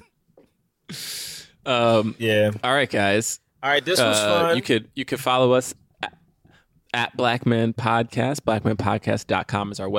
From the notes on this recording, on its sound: From Rental Car City as he podcasts live from the road.